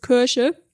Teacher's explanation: Kirche, da ist kein R mehr drin, überhaupt nicht.